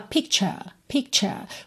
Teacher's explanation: E aqui, inclusive, ele fala picture, picture, porque é com sotaque britânico, né? Então, ao invés de ter picture, com a enroladinha da língua, no final, só alonga essa vogal